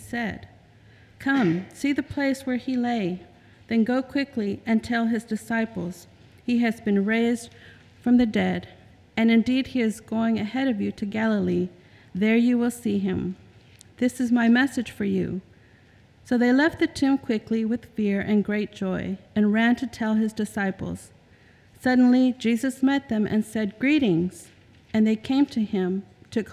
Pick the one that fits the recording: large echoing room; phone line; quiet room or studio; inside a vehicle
large echoing room